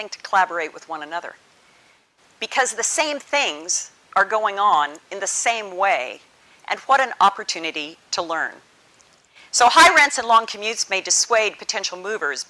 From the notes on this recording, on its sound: delivered the University's prestigious Annual Bolland Lecture as part of the Bristol Distinguished Address Series